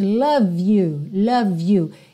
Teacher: Eu também ligo, porque o E de love não é pronunciado. Então, já ligo o V no you